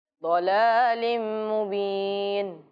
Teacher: لام کے نیچے جو تنوین ہے اس کو ملائیں گے میم کے ساتھ اور غنہ بھی کریں گے · Term: ادغام